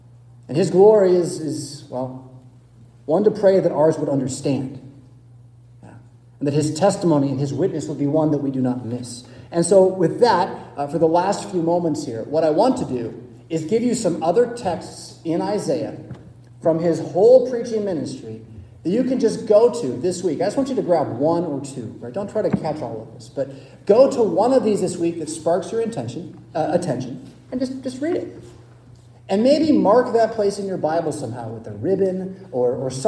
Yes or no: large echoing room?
yes